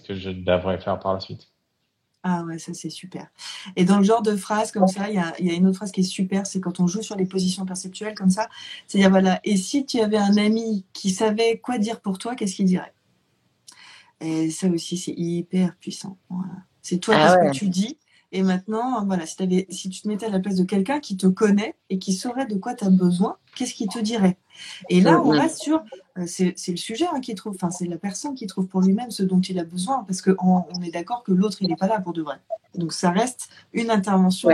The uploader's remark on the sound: live Instagram